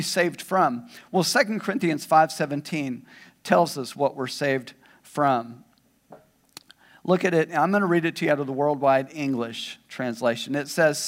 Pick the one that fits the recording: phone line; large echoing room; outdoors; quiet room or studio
large echoing room